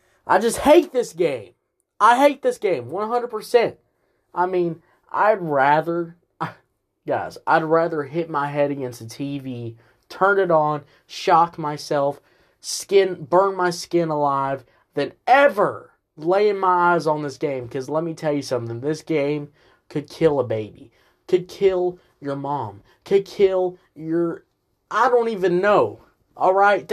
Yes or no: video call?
no